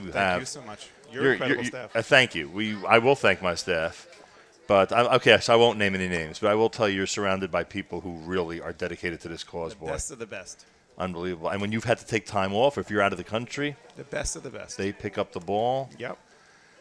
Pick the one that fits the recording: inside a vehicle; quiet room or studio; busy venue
busy venue